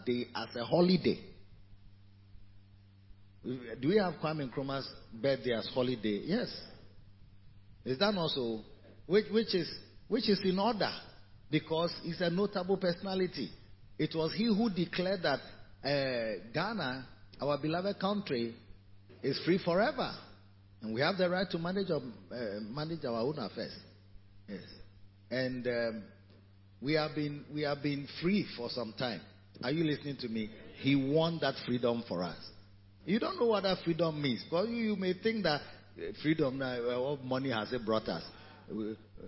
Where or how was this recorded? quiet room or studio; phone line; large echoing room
large echoing room